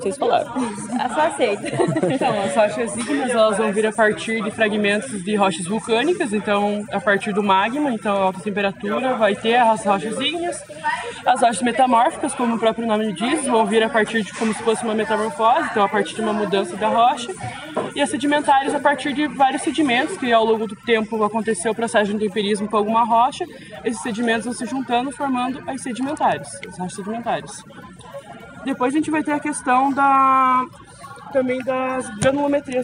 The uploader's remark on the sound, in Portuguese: Nós da UFPR fomos até Londrina para apresentar os projetos de extensão da universidade. Foram gravadas algumas entrevistas dos stands.